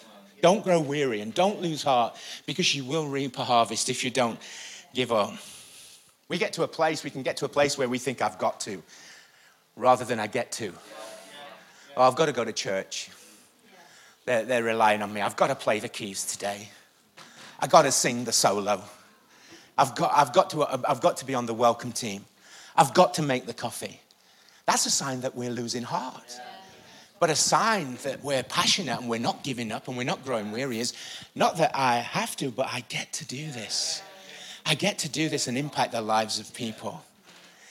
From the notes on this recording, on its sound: Recorded live at the Chesterfield Campus this is the message from the evening service on the 29th September 19.